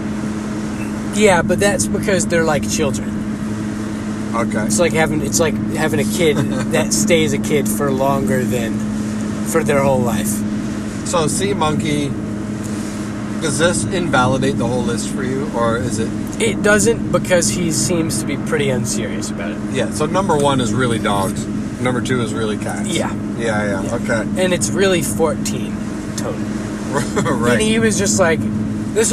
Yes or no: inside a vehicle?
yes